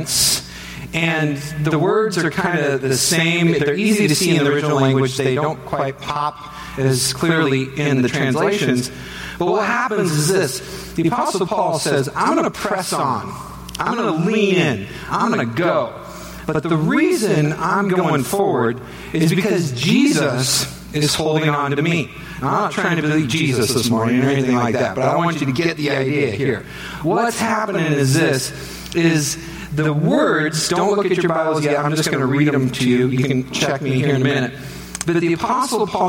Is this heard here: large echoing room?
yes